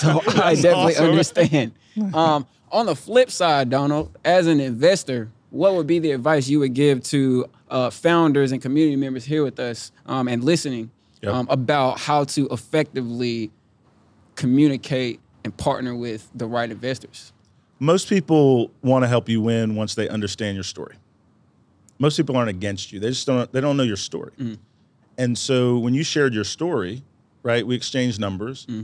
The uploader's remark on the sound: Live from the roof of American Underground at the Google for Startups Black Founders Exchange. Live from the roof of American Underground at the Google for Startups Black Founders Exchange.